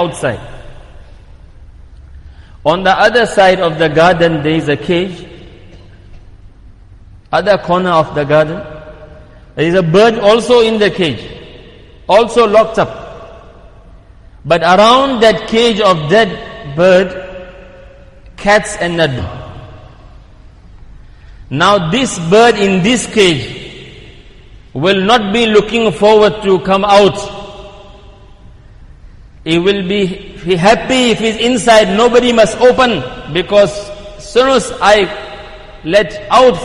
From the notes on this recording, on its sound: Jumuah lecture at Masjid e Quwwatul Islam